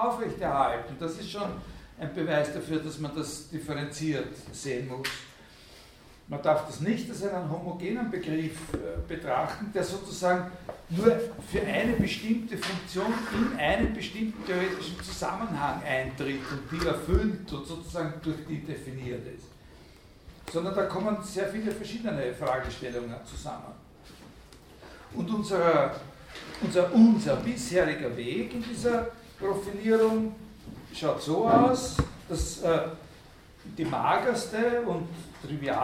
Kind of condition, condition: setting, large echoing room